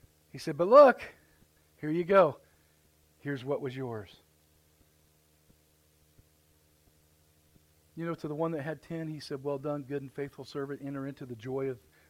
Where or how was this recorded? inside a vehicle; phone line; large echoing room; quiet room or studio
large echoing room